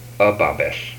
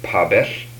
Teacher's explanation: These are voiced and voiceless bilabial stops.